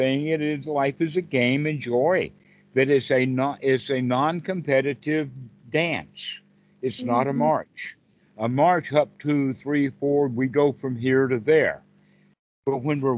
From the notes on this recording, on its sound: skype calls on this channel